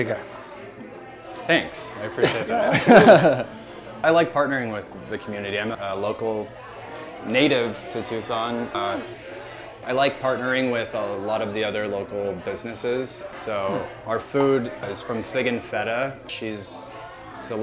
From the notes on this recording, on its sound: This week we report live from the Foodie 500 mixer